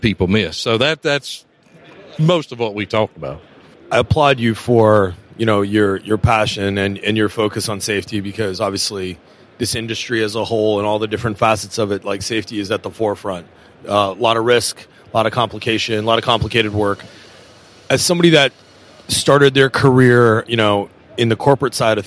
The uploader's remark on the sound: we are at the #Trees & #Utilities #2023 Conference